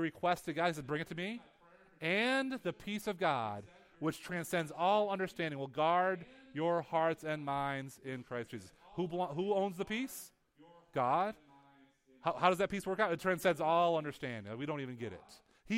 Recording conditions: large echoing room